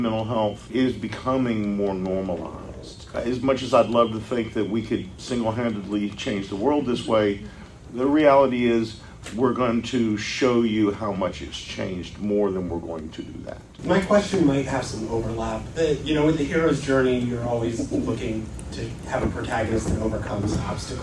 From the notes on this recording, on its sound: Features live audio from the Madness of the King panel at Dragon Con 2023. While some minor sound editing was done to make the original recording somewhat easier on the ears. Please keep in mind that this was recorded live and therefore the sound quality is uneven at best.